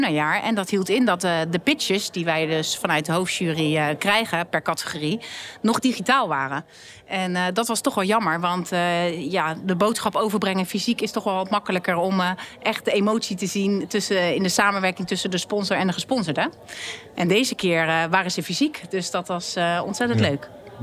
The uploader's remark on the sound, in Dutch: Sponsorringen Special vanuit de AFAS LIVE.